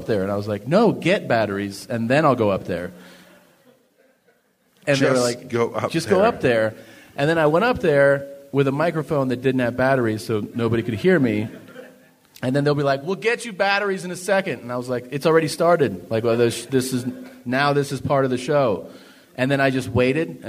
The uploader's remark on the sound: Live from Denver